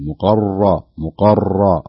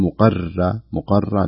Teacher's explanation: الراء متحركة وعليها شدة وفتحة، وهذه أيضا من أعلى مراتب التفخيم · Shown in: first take · فتقرأ بهذا الشكل مقرى مقرى وليست مقرى مقرى لا مقرنين، يرتفع اللسان ارتفاعا عاليا للحنك الأعلى حتى أنها حتى أنها تتحقق التفخيم الراء بالشكل الصحيح في الكلمتين في كرسيه وفي مقرنين.